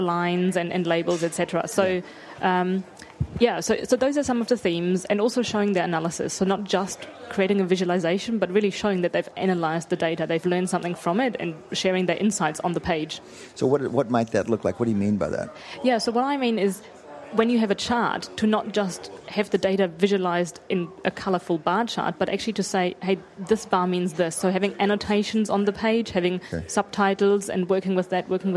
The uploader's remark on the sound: At the Wharton People Analytics Conference.